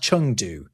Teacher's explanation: When you see Eng in Mandarin, it's actually an ung sound.